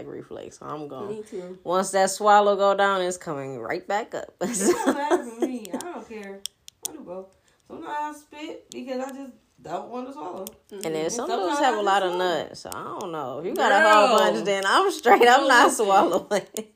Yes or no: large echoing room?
no